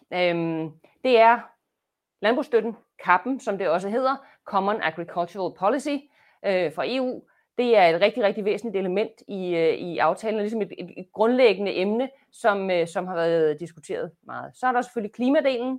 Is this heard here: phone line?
no